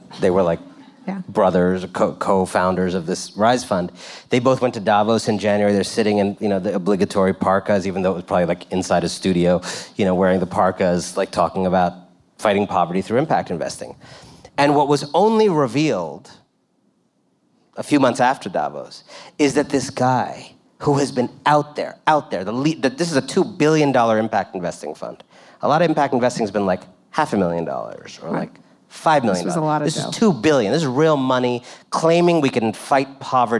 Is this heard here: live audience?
yes